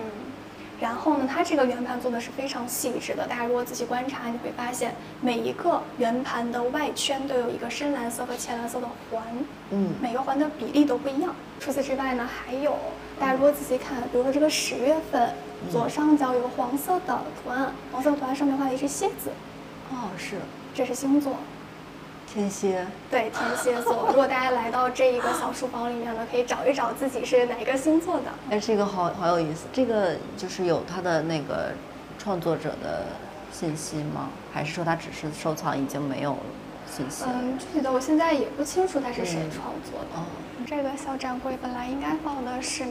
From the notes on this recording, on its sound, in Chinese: 来自伦敦V&A博物馆现场发回的“声音记录”。节目有环境噪音，已尽量处理。